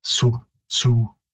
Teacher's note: The pronunciation in Cree again varies at the final from Siu, S-I-W as I would spell it, but you definitely get that I-W sort of merging to more of a Su